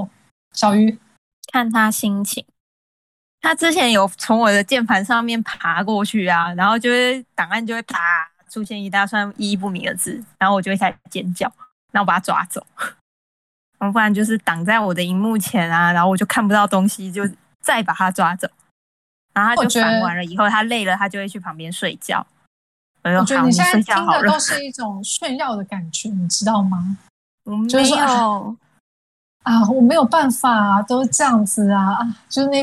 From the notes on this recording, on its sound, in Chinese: 因疫情影響，本集藉由遠端通訊軟體錄製而成，錄音品質稍有影響，還請見諒。